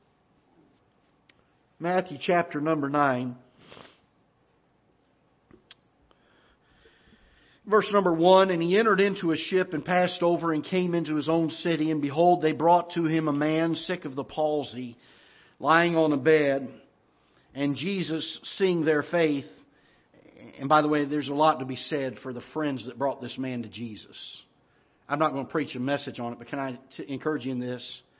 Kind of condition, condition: setting, large echoing room